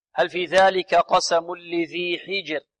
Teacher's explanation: الذال هنا معجمة تخرج من طرف اللسان مع طرف الثنايا العليا